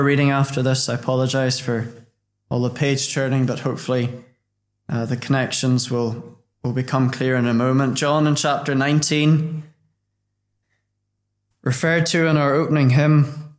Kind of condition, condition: setting, large echoing room